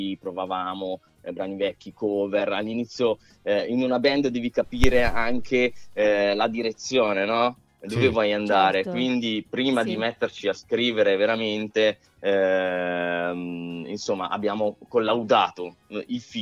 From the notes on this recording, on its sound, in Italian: con noi al telefono